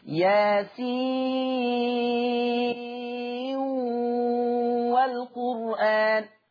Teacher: يضغم ورش النون في الواو في ياسين والقرآن · Term: الإضغام